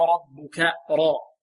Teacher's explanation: الراء هنا ماذا؟ مفخمة لأنها ماذا؟ مفتوحة · Term: الراء المفخمة